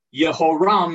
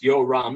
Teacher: people used to slur a hey, the letter hey, when it appeared between vowels · Shown in: second take · Term: that hey drops out